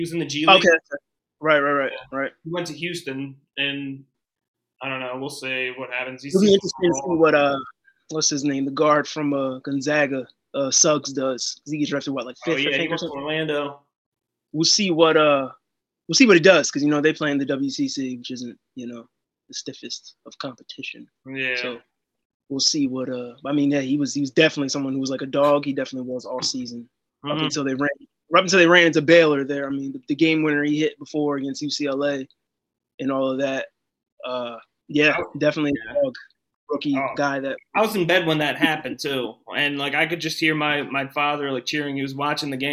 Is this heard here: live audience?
no